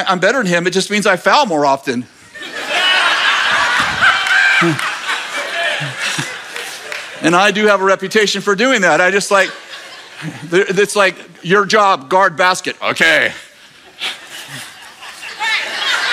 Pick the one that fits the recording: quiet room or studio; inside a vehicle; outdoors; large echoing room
large echoing room